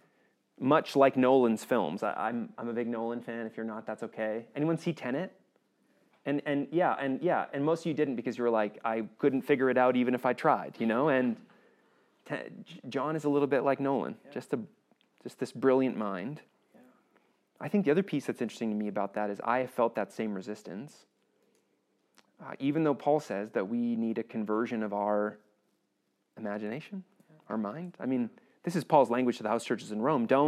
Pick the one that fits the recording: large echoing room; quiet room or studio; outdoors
large echoing room